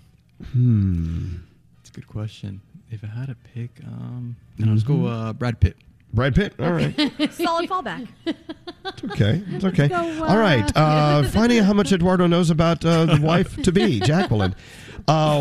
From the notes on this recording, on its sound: LIVE from Fontainebleau Miami Beach!